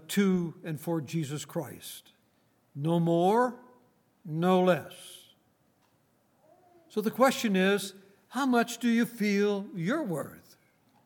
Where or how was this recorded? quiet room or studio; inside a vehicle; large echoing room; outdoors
large echoing room